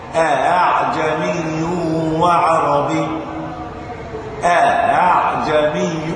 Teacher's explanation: الهمزة الثانية أتيت بها ما بين الهمز والألف · Term: الهمزة المسهلة